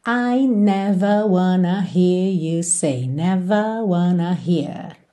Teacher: é bem comum também não enrolar esses R's com o objetivo de manter a nota mais estável, tá? Isso tem mesmo a ver com o canto, com a melodia.